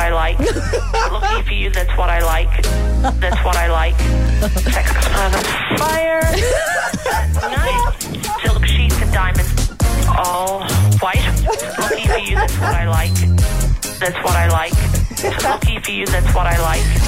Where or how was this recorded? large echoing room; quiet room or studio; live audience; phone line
phone line